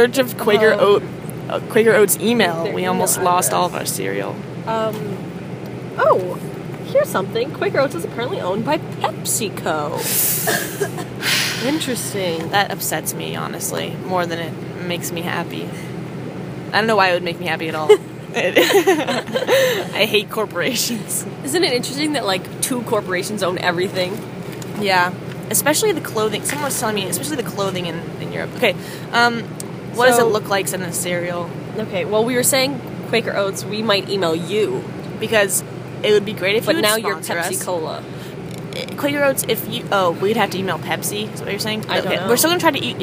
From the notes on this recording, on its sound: Recorded on the bus ride from Amsterdam to Paris.